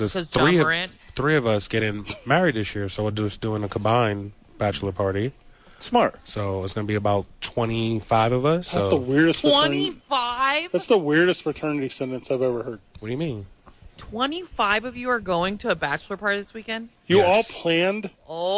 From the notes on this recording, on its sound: live from the YMCA